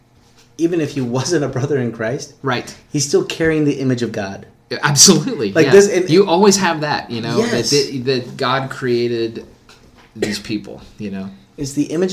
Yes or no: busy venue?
no